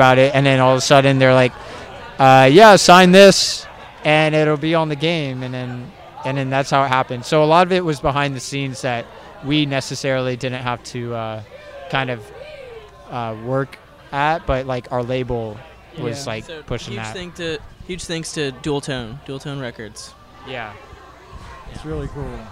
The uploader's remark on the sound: while on-site at Moon River Music Festival